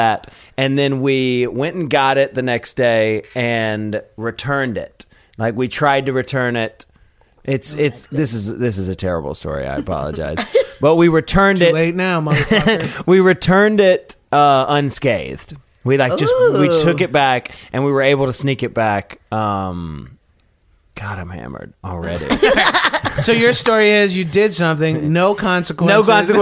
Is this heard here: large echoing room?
no